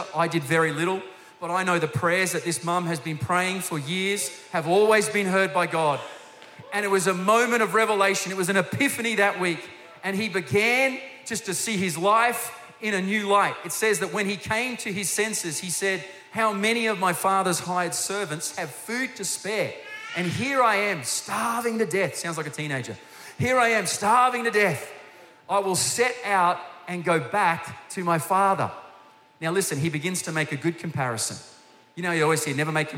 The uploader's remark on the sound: Recorded during our 9am service